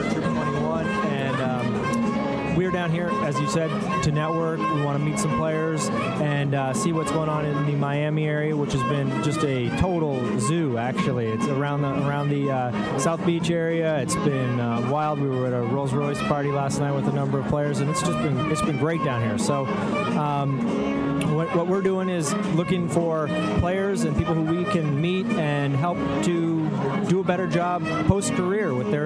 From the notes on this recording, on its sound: Live from the Player Network Event: Super Bowl 44. This will be the second consecutive year that VoiceAmerica hosted a live event from PNE.